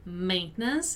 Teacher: remember that the stressed syllable is the syllable main